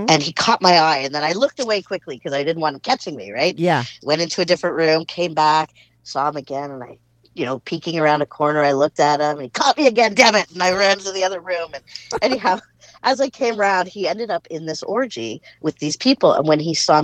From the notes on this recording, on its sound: She called in to talk all about it.